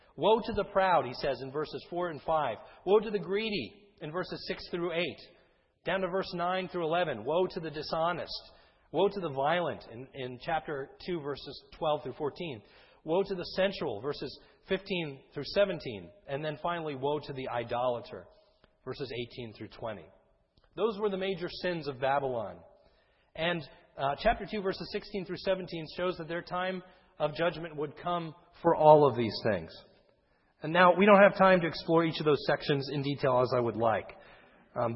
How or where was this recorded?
large echoing room